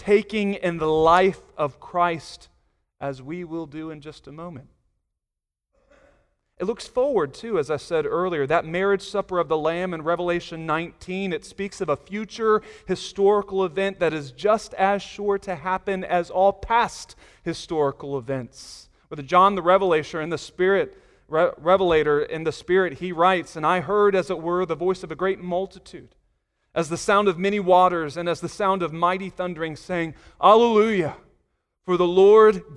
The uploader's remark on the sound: Sunday Morning Sermon Audio